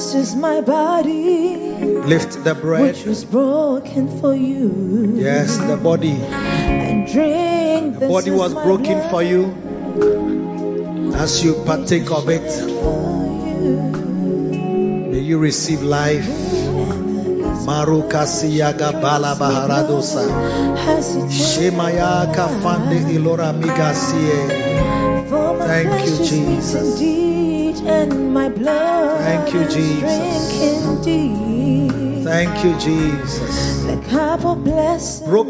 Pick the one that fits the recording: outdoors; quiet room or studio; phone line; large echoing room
large echoing room